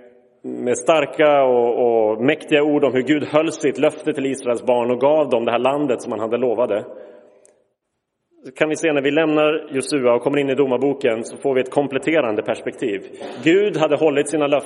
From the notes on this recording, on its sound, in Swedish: Inspelad i Roseniuskyrkan den 8 januari 2023.